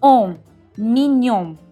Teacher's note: Ah, una piccola nota di pronuncia, noi italianamente diciamo mignon con la O aperta e 2000 N, in realtà in francese la parte finale è molto più chiusa, infatti la O è chiusa, quindi O, e la N si pronuncia appena con un suono nasale, come se iniziassimo a dire on, ma non finissimo di pronunciare la N, quindi la lingua di fatto non va a toccare il palato come quando facciamo una bella N piena e quindi rimane un suono un po' a metà.